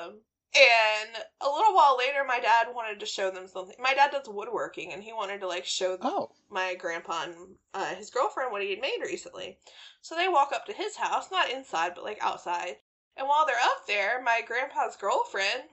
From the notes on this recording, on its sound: we are plagued by audio issues so forgive the fact this one sounds like garbage!